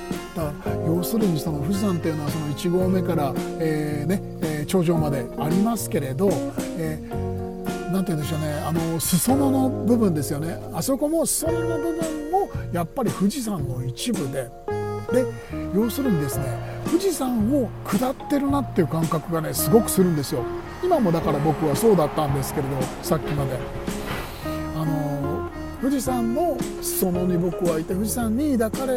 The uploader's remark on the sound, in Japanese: ドライブ編。クルマに乗ってスタジオを飛び出したんです。深夜の山道をゆっくり走りながら夜の空気を浴びつつのおしゃべりです。富士山の麓あたり。